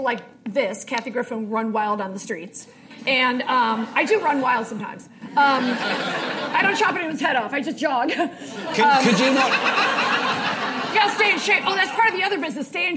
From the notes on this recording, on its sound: Live at SXSW, Austin Texas.